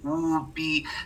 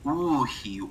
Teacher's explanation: In the Eastern dialect, you'll kind of see that aspirated PH, the aspirated P became an H. · Shown in: second take